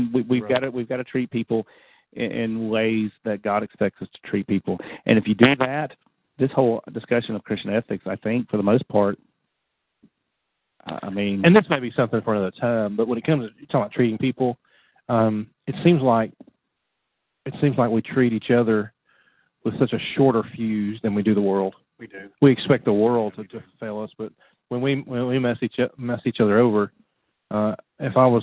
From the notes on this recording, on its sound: Call in Q & A show.